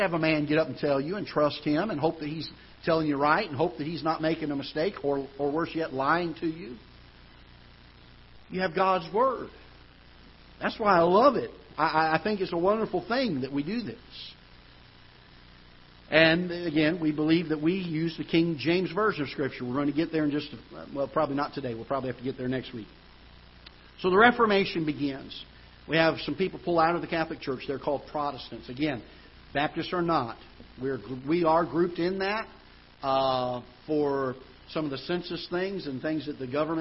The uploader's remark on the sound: Ketha Heights Baptist Church ~ Live Broadcast